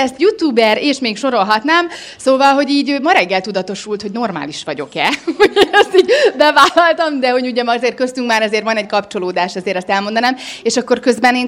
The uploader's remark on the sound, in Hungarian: A Húsvét előtti élő interaktív podcast felvétel eseményén.